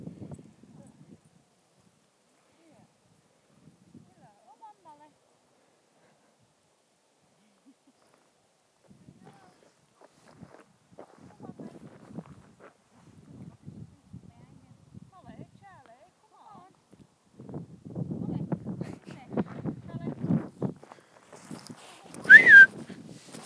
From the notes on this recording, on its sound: I was walking the dog and got bored.